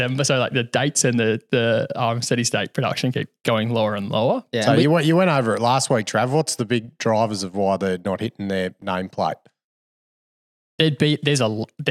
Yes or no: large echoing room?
no